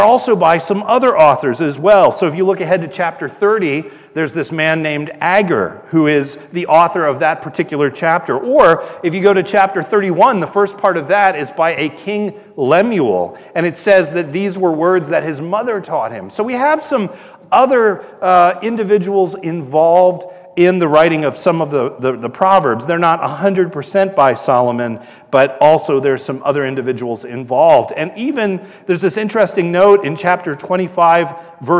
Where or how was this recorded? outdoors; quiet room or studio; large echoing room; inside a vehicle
large echoing room